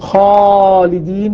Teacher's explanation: فالألف متغير تابع، يقول خالدين فخمت الألف تبعا للخاء · Term: الألف تابعة